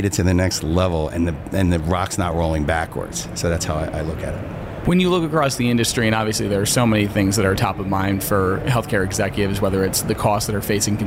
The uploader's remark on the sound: In this mini episode of the podcast recorded at HLTH in Las Vegas.